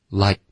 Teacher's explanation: like 大家也注意是一个双元音 like,结尾也需要一个干脆的停顿